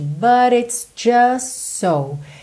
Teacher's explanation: você acaba juntando pelos S's, então o T do just não aparece, tá? Para ele não quebrar a fluidez aí da ligação mesmo das palavras.